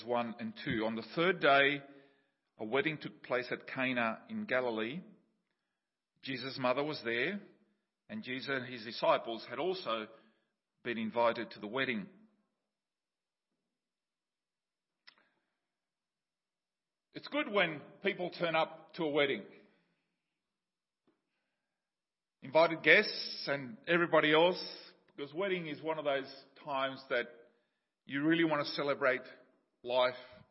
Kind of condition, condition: setting, large echoing room